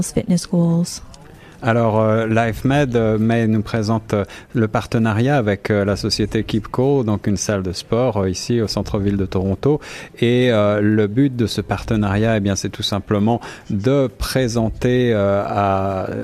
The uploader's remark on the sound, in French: En direct du lancement de la salle de sport Keep Cool Canada en partenariat avec LifeMed Clinic, 26/04/2018